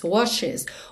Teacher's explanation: O E realmente faz a ponte entre o SH e o S.